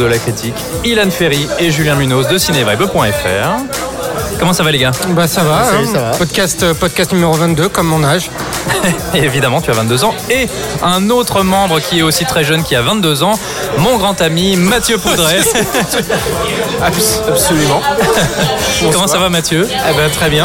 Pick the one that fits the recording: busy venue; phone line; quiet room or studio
busy venue